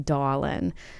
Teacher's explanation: So we have the feature of R-lessness, so dropping R's